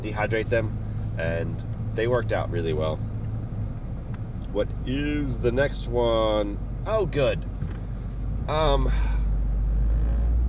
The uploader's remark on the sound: Doing the show in the car I’m having to break it into 2 parts.